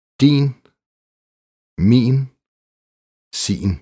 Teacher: Langt i, som på svensk, udtales ofte med stød på dansk.